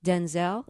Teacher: equal beats on both syllables